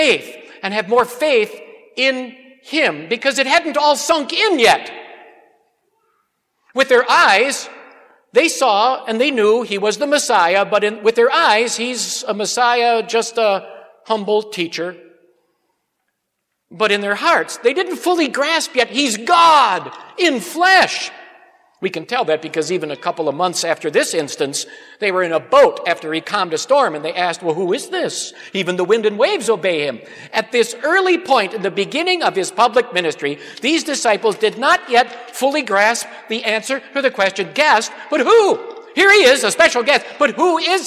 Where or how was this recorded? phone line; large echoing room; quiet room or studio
large echoing room